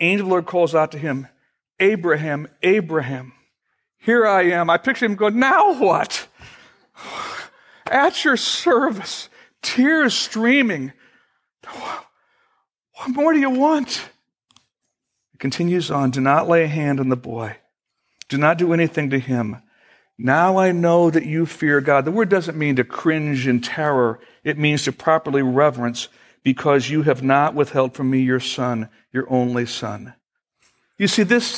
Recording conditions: large echoing room